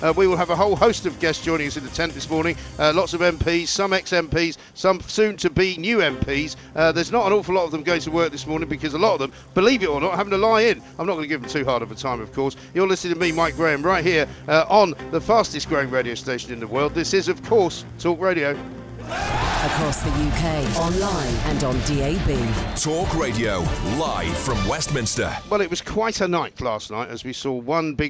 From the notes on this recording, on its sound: Comes live from College Green.